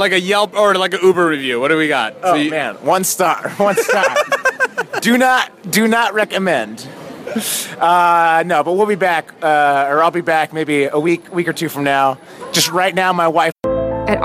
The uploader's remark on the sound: Live from the Staples Center!